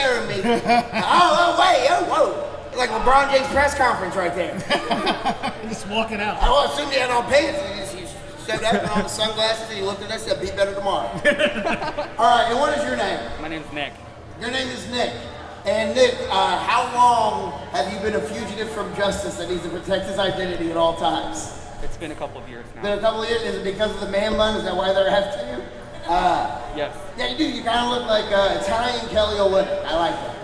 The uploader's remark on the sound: Indy Pop Con Live! Now you get to hear both of the live episodes we did at Indy Pop Con.